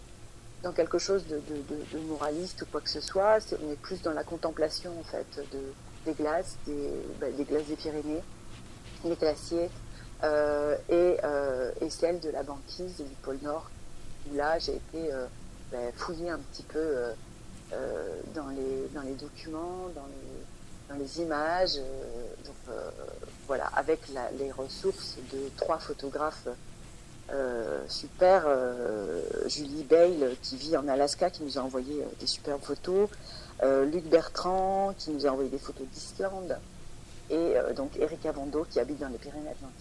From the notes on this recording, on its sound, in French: Interview téléphonique